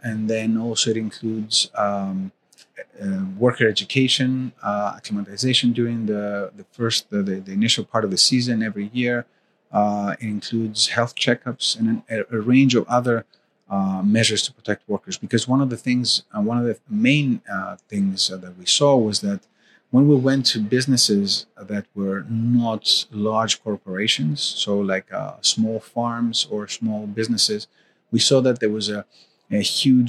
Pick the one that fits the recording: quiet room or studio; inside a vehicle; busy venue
busy venue